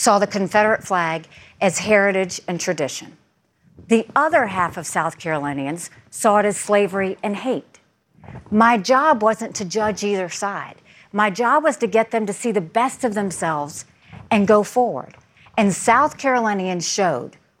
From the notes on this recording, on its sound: A live Republican Presidential Town Hall. From Des Moines, Iowa.